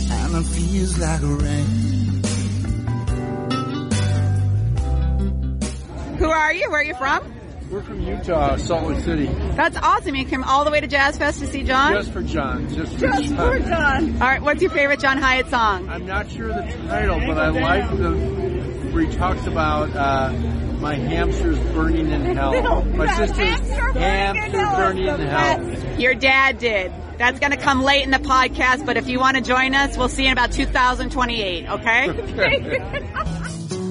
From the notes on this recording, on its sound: Fans on the Fairgrounds - Live by Tape. After a day of pouring down rain, our brave co-host pulled out her trusty recorder and got comments and reactions from many members of the audience waiting for the man, himself to perform.